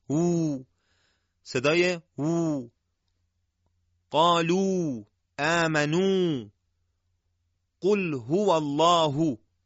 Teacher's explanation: در واو مدی لبها با گرد شدن به تکمیل صدای واو مدی کمک میکنن